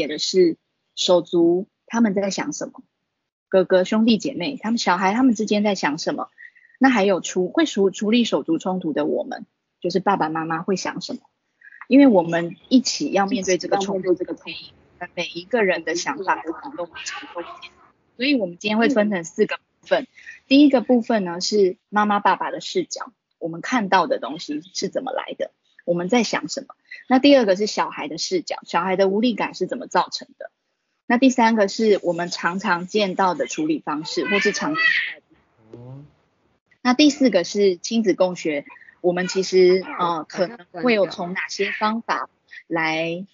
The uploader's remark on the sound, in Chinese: 此為線上課程錄音檔！講座錄音。